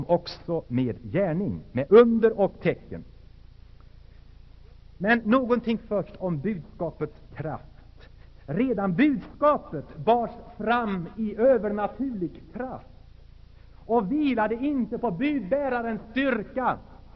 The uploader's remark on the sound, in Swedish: Inspelad i Saronkyrkan, Göteborg 1980-10-19.